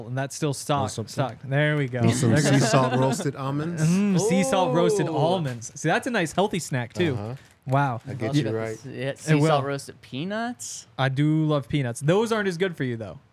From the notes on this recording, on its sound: coming to you LIVE from the DNVR Bar